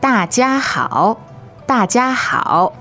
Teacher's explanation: remember that 好 is a third tone. That's the low tone.